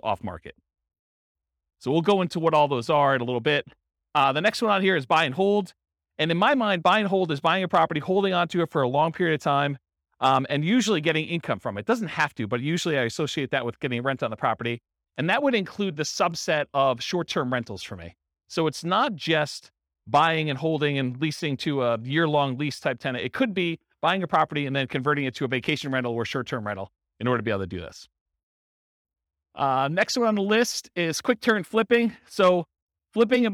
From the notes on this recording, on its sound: This was a live class recorded